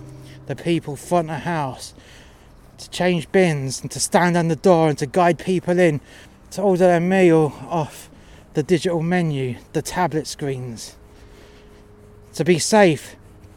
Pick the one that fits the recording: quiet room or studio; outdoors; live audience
outdoors